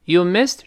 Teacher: 最后那个 t 憋住气了